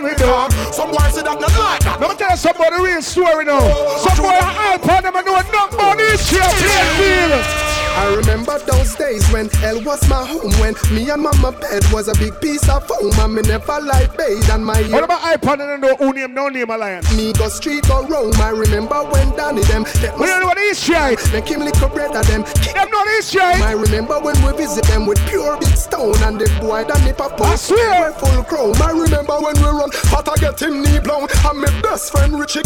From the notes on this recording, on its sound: live juggling at Hugos Lounge in Plainfield NJ